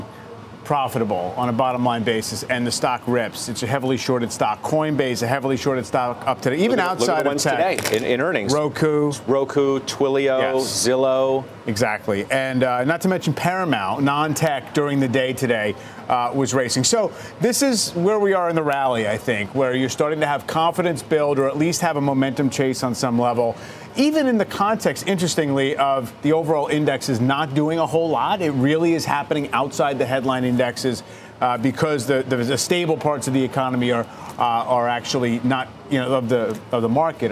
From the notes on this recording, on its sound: live from the New York Stock Exchange